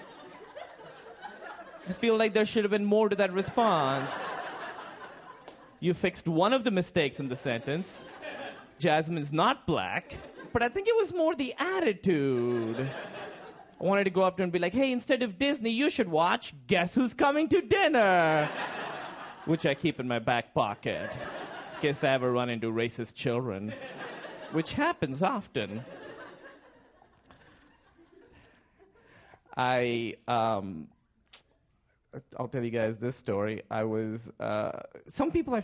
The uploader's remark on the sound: Live comedy from our shows in Philadelphia and New York City.